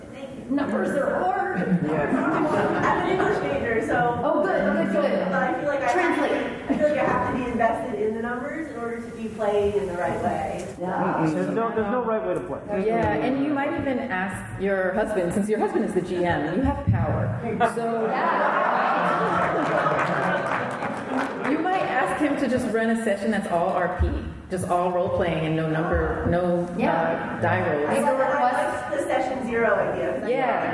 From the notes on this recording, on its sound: Recorded live at Mission Chicago.